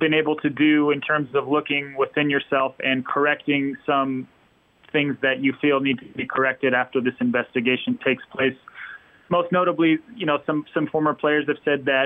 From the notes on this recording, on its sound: University of Utah - Press Conference. The University of Utah football program held a teleconference on Wednesday afternoon.